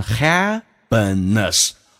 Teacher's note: 首先那个 p 浊化成 b，两个元音中间辅音要被浊化